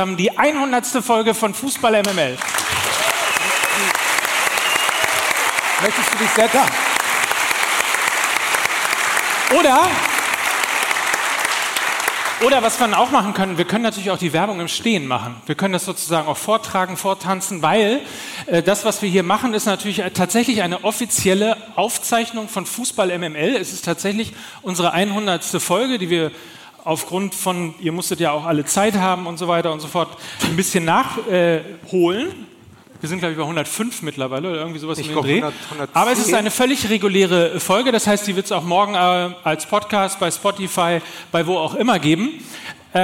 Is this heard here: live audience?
yes